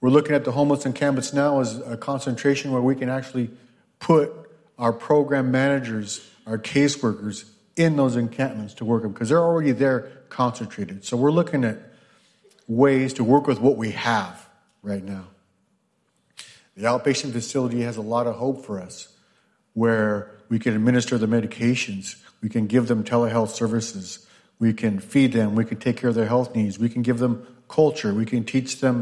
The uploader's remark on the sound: The panel took place during the morning session of the White House Tribal Nations Summit on December 6, 2023.